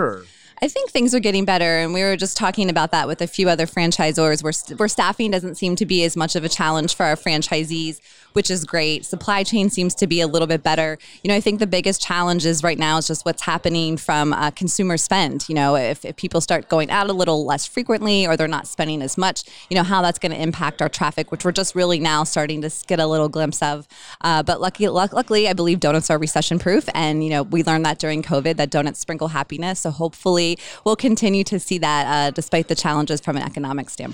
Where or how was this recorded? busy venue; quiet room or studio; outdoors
busy venue